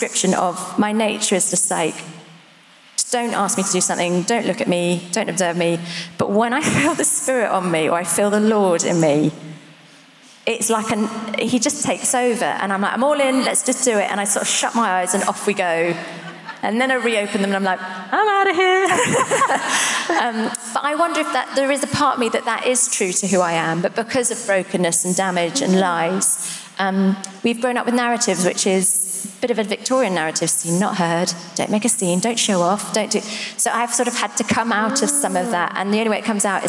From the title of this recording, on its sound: Live at The Orchard Conference 2022